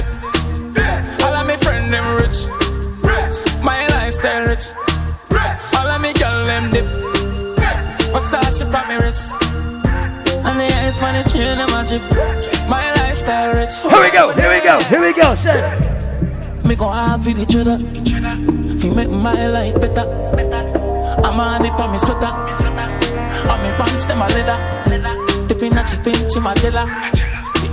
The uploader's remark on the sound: LIVE AT ISLAND SATURDAYS ON NOV 19TH, 2016